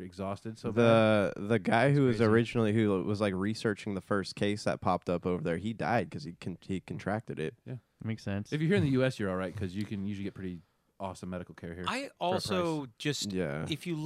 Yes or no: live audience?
no